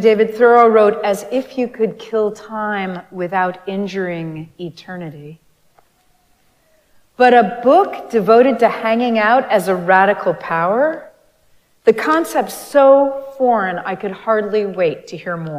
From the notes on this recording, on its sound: Recorded live at Arlington Street Church